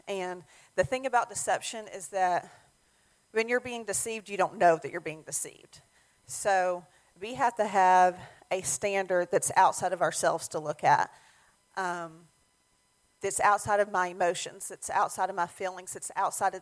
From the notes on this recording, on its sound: Sermon audio from our Mother's Day service